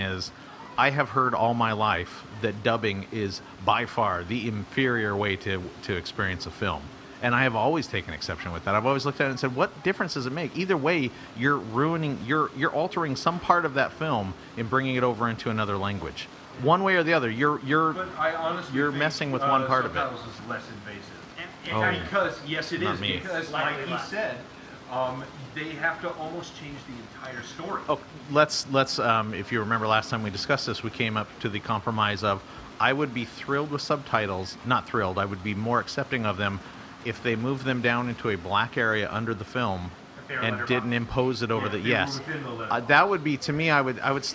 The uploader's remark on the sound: This episode of Beer Plus 3 comes to you live from Maggie's Pub in Ferndale, Washington where the beer and talk never stop flowing. Because this is our first time recording in a public location, there are some "issues" with the audio that start about midway through.